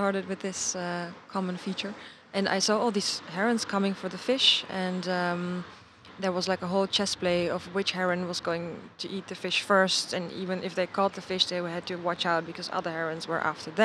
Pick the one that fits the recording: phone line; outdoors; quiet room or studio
outdoors